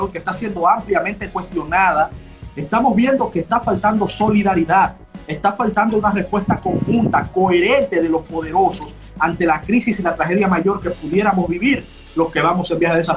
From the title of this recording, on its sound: IG Live